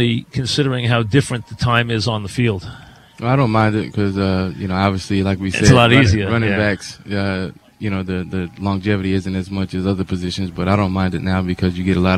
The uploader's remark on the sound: Live at Jet camp.